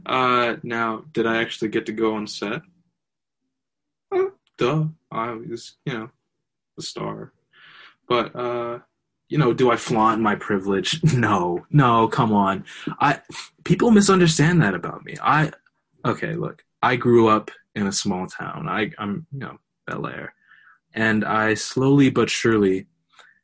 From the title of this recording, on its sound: A Zoom Shoot Of a Depaul Film Class Project